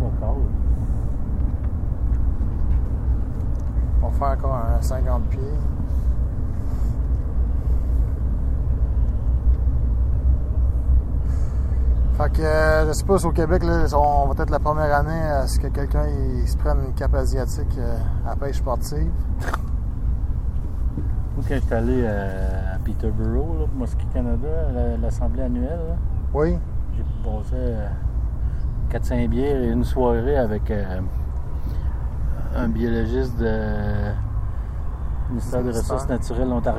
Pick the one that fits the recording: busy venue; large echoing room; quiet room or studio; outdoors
outdoors